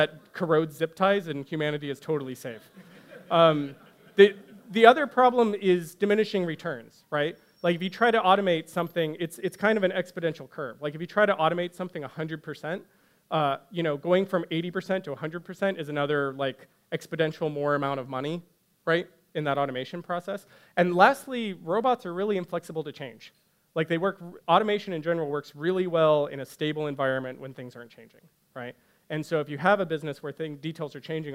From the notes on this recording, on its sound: These hour long talks are recorded live at The Interval, our bar, cafe, & museum in San Francisco.